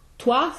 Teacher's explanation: that O-I is always wa, which we write as a W glide. W glide to a bright A.